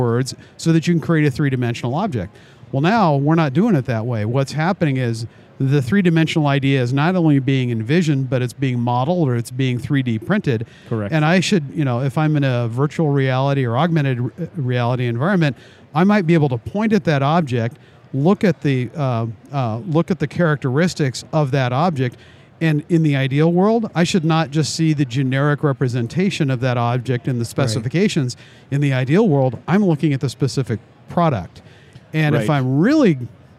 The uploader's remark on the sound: Live from AIA 2019 Exposition.